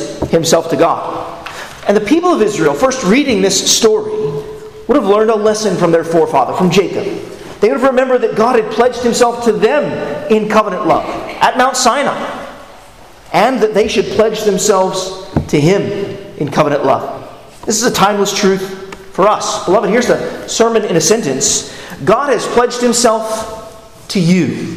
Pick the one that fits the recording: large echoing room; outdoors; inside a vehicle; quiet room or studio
large echoing room